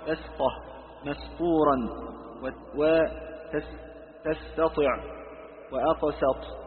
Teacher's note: والسين يعتنى ببيان انفتاحها واستفالها إذا أتى بعدها حرف إطباق لألا تجذبها قوته فتقلبها صادا